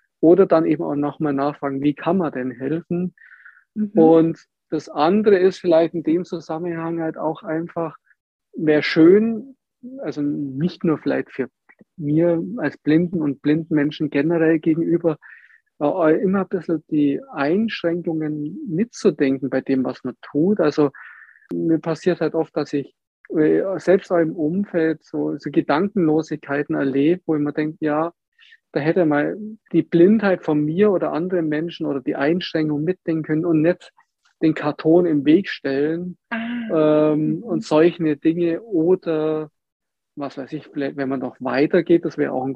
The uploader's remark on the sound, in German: Diesen Fragen und mehr sind wir in unserem Gespräch via Zoom nachgegangen.